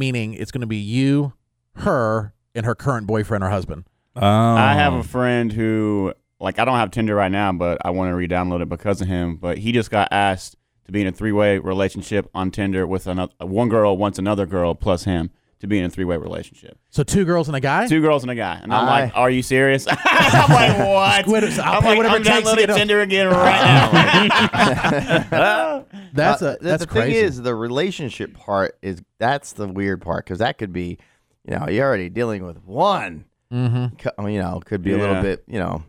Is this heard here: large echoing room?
no